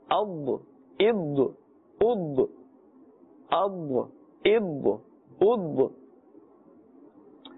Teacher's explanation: Dad belongs to the category of huruf musta'aliyah, and therefore it must be pronounced with a full mouth.